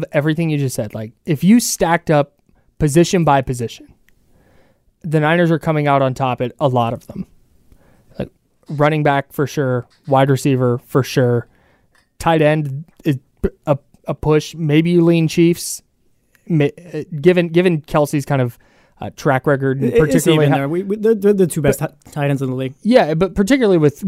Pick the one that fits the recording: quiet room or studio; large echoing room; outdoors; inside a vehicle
quiet room or studio